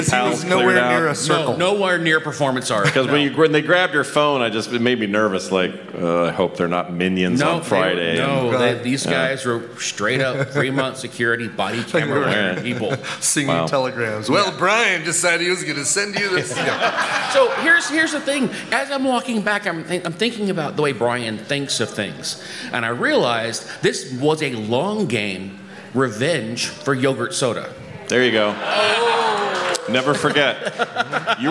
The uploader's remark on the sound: TMS live from Viva TMS Vegas 2023.